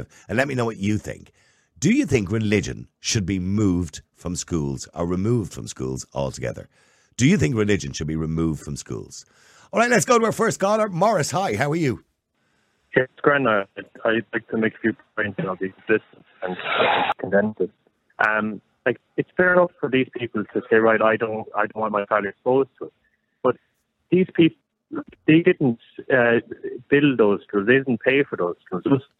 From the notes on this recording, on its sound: Opens the phone lines, inviting a diverse range of perspectives. Callers share their thoughts.